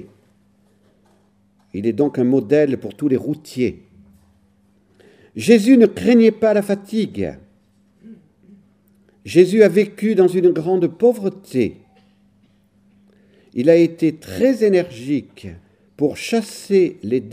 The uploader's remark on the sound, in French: Conférence donnée lors de la journée des voeux perpétuels de deux frères de la Famille Missionnaire de Notre-Dame à Saint-Pierre-de-Colombier le 13 juin 2010.